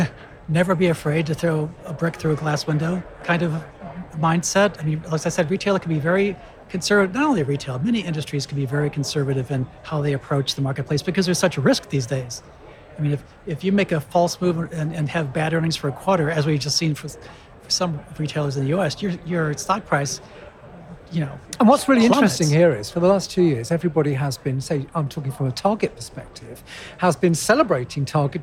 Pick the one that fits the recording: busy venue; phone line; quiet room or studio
busy venue